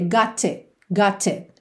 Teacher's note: E já no T do it, fechou mesmo, cortando o som sem fazer o T